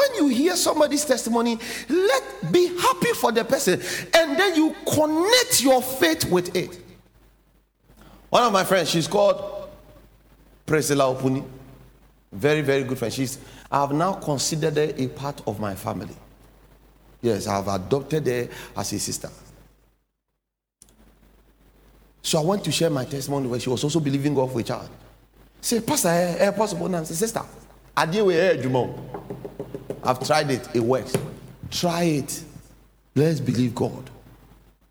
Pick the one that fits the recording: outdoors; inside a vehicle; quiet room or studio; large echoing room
large echoing room